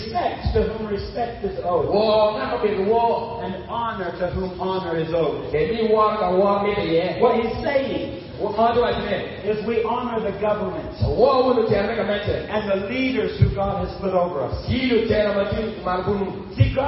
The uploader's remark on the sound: This sermon was preached at the believer's conference of the 2017 Ukombozi Gospel Outreach in Gulu, Uganda.